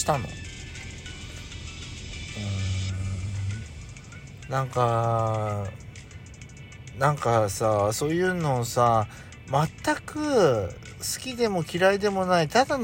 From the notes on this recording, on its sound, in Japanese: 2人組。パーキング収録。スマホ。